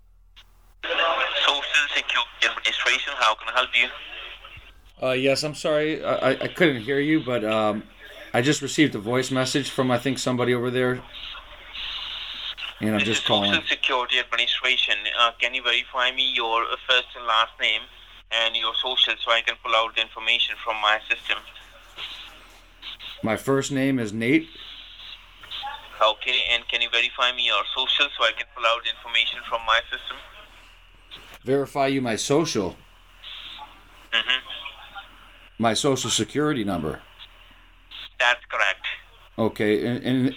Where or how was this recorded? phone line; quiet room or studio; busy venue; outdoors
phone line